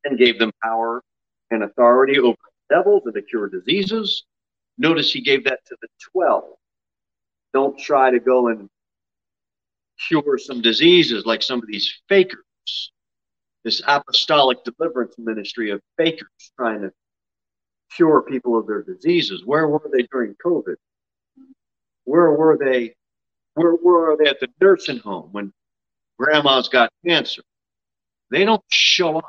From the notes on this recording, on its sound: Sermon delivered at Pilgrim Baptist Church on Thursday, August 18, 2022 at 6:15 pm. Jere Whitson Rd.